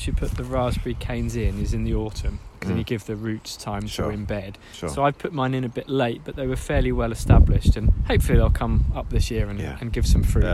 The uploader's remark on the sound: As we walk around we answer the question, what are our favourite allotment sounds? This includes birdsong, thunder and drumming!